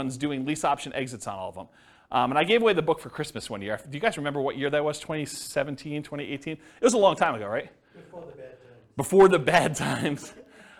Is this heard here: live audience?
yes